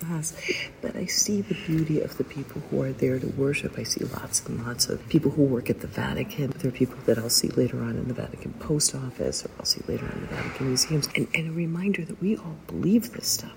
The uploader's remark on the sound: We spoke, sometimes sotto voce , inside the little church, with tour guides and visitors swirling around us. Apologies for the inevitable background noise.